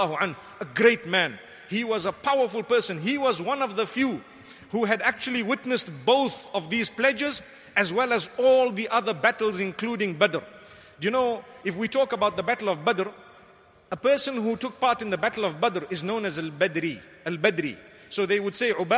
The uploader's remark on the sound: Delivered at Tuanku Mizan Zainal Abidin Musjid